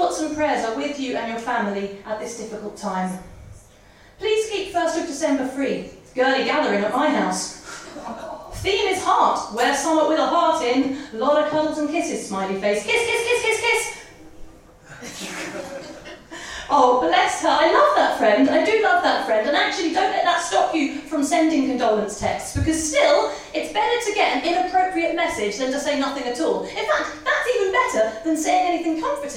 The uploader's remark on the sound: The first of three live recordings from our Tragic Heroes live event which took place at the Hackney Attic on the 21st February 2014.